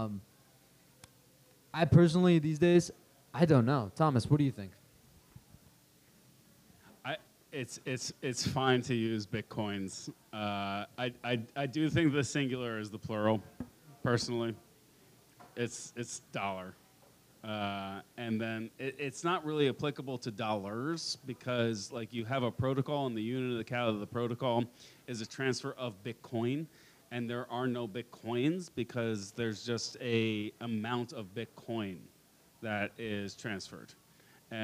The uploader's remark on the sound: Live from Pubkey NYC!